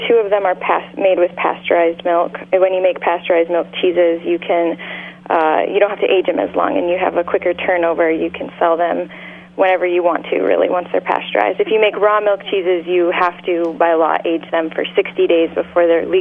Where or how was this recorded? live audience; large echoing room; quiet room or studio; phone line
phone line